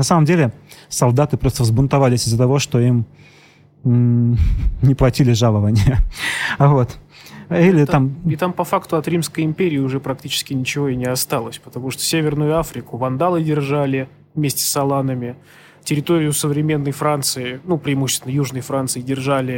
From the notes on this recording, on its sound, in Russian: Живая запись подкаста, которая прошла в сквоте «Винная».